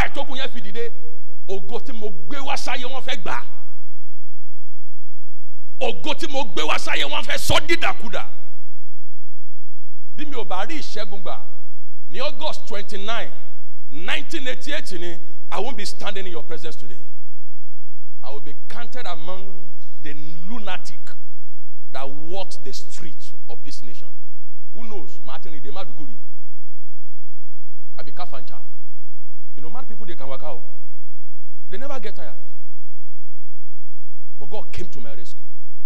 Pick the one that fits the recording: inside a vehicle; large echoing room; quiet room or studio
large echoing room